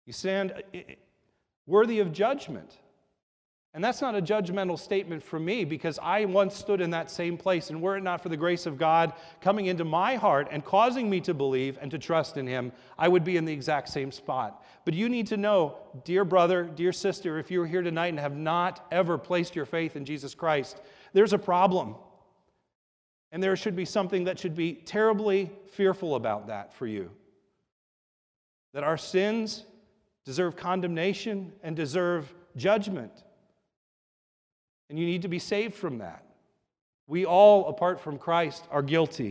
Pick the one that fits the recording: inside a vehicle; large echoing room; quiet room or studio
large echoing room